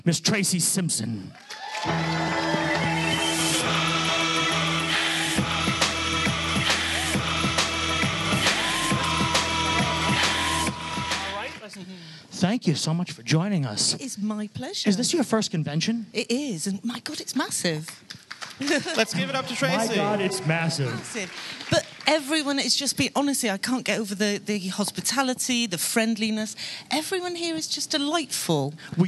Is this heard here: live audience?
yes